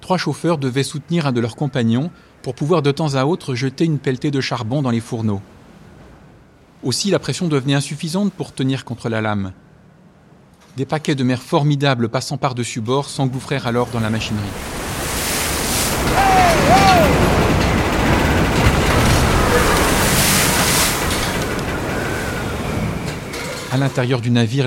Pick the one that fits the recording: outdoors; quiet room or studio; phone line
outdoors